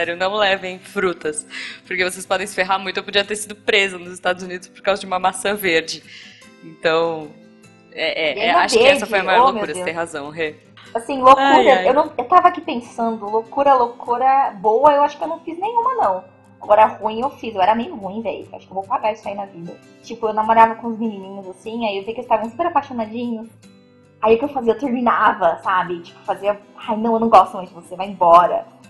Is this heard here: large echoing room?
no